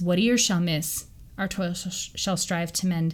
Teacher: If you read it in the original pronunciation, it's what ear shall miss, our toil shall strive to mend, because they didn't pronounce the H at the start of here